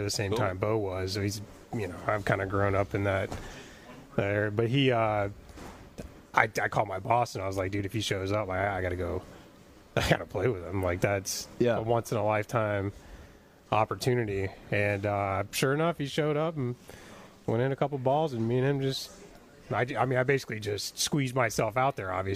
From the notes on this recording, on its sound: live from Fox Creek Golf Course